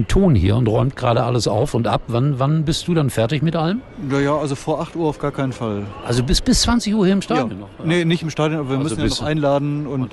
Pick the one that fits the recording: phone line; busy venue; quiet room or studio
busy venue